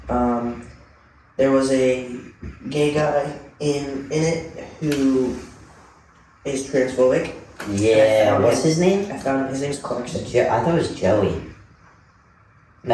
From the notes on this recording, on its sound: We apologize for the audio, we had some technical difficulties with the microphones and had to rely on the camera audio.